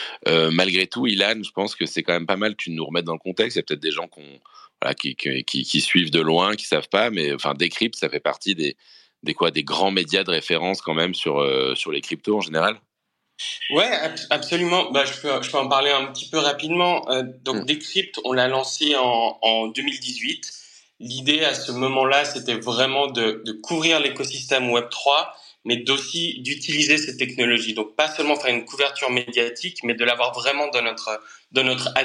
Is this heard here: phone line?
no